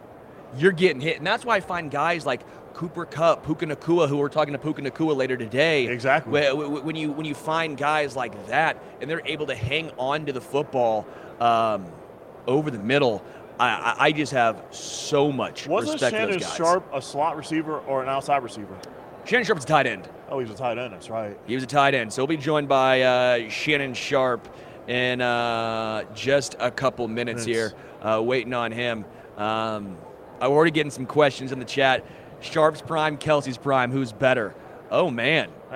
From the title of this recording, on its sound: Live from Super Bowl LVII